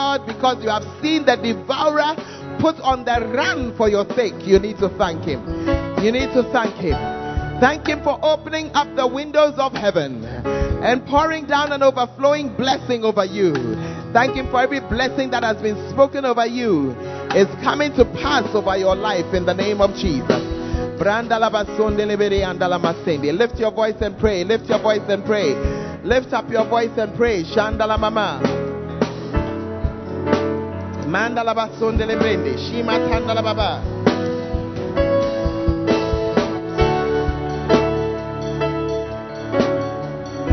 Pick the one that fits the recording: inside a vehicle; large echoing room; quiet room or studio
large echoing room